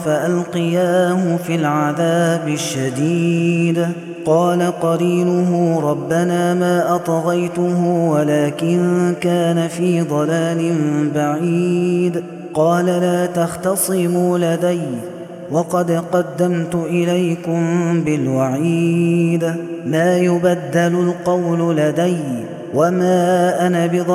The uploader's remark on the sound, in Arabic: هذا التسجيل من صلاة التراويح.